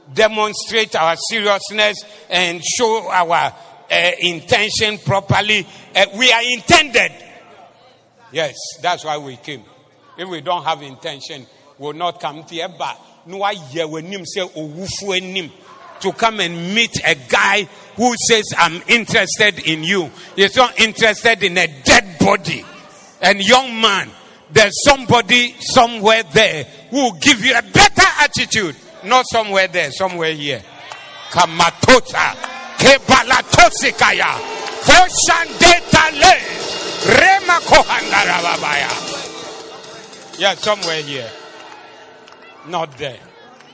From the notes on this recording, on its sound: Preached at the Zeloo Service 19112023